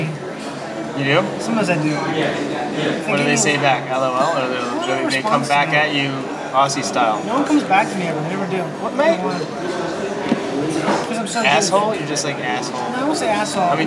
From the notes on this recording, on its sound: at Palms Thai in Hollywood.